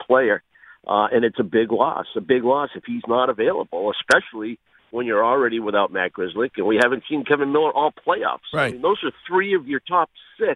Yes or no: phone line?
yes